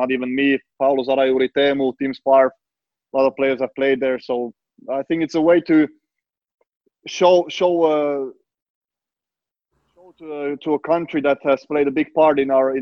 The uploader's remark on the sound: the entire FFS team to turn up for a five-way Zoom